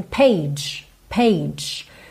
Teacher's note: Porque esse G, ele tem esse som J, J. Como se fosse um DJ, J. O E é mudo.